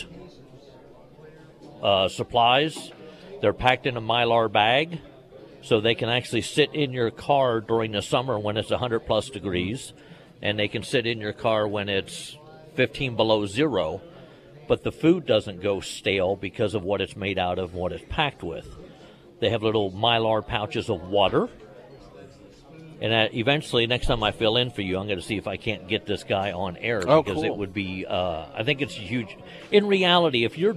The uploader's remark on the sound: live at Scramblers Diner.